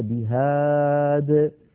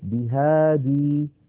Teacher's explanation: فلو وقفنا على بهادي نقف عليها بهاد، ولا نقف بهادي، نقف كالوصف من غير ياء · Shown in: first take · لأنها هكذا في الخط. · Term: محذوفة الياء